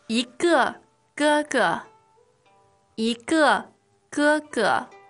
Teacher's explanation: what we're contrasting here is the fourth tone for 一个. And the first tones for 哥哥.